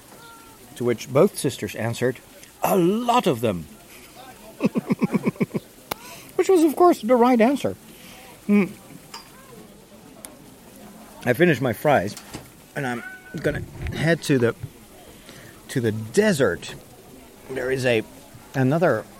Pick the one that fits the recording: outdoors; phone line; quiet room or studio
outdoors